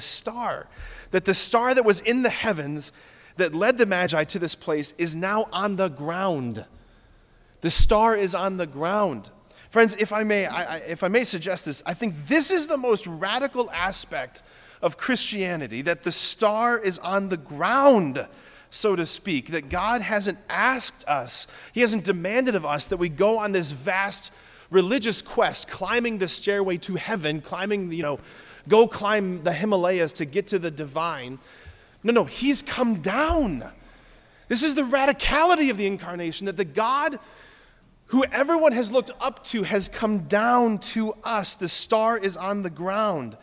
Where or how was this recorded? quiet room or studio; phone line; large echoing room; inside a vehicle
large echoing room